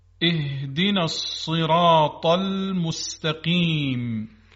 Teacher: در تلفظ ها تارهای صوتی خیلی به هم نزدیک میشن، هوا از میون تارهای صوتی رد میشه و با سایشی که پیدا میکنه در اون نقطه حرف هی دو چشم تلفظ میشه.